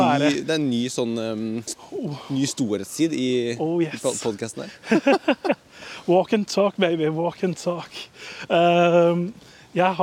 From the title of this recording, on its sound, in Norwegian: Podcast UTENDØRS på tur!!